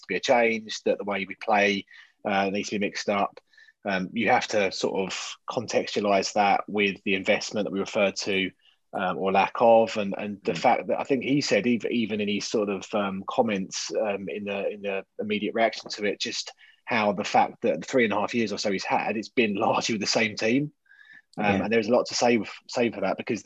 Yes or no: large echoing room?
no